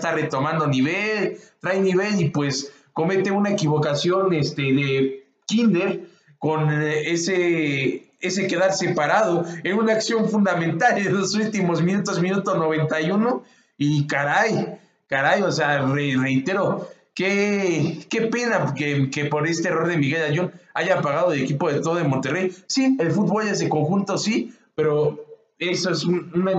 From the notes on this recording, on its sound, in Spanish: Disculpas por las fallas tecnicas de audio